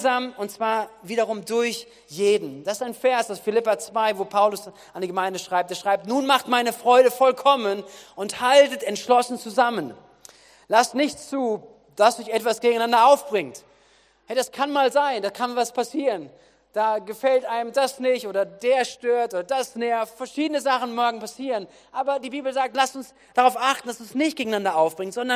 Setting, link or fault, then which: setting, large echoing room